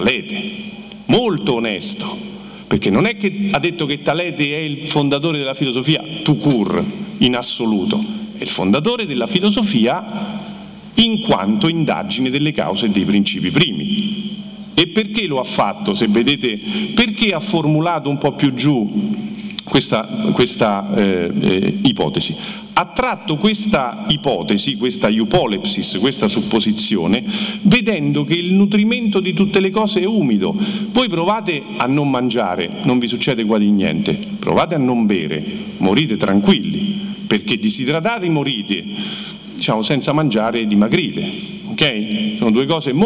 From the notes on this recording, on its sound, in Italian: Direttamente dal festival della filosofia di Firenze